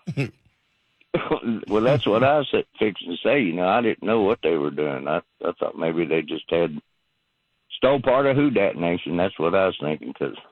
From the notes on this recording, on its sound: rapid fire phone calls